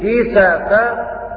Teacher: قرأوا كسفا بتحريك السين مفتوحة